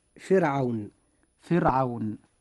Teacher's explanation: حرف الراء في هذه الكلمة، كلمة فرعون، جاء ساكنا وجاء قبله كسر أصلي وهو الفاء المكسورة، فرعون، وجاء بعد الراء حرف ليس من حروف الاستعلاء وهو العين، فبذلك يتحقق الشرطان: كسر أصلي قبل الراء، وحرف ليس من حروف الاستعلاء بعد الراء، لذلك وجب ترقيق الراء هكذا: فتنطق فرعون.